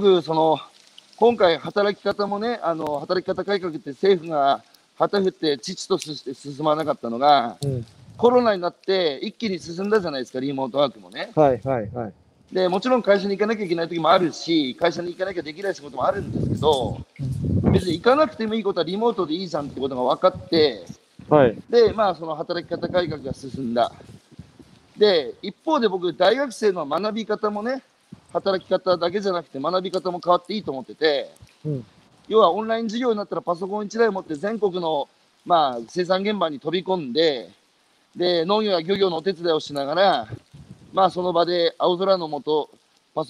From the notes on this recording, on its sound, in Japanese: 歩きながら1時間、対談する